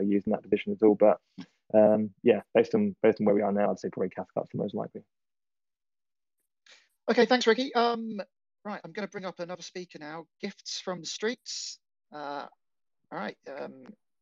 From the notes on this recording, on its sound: we all got together and set-up a Twitter Spaces open Questions Forum where we opened the mic to all questions